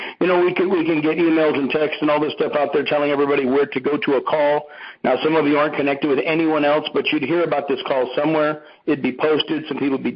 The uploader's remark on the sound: Here is a conference call